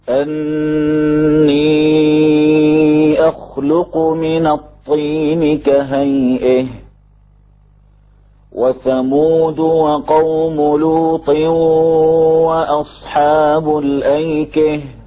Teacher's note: أمثلة أتى بها دلالة أو أمثلة على إمالة هاء التأنيث